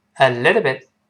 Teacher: 中间这个 t 轻轻浊化成 d